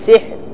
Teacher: ألاحظ الآن هذا سحر، الآن إذا وقفت عليه فأقول سحر بترقيق الراء لأنها ساكنة وما قبلها مكسور